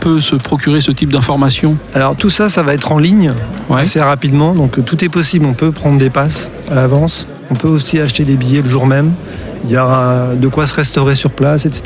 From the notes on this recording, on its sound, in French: C'est à Gaillac que se déroule chaque année le festival CocoJazz , et c'est en direct au FOMAC que nous en avons appris un peu plus.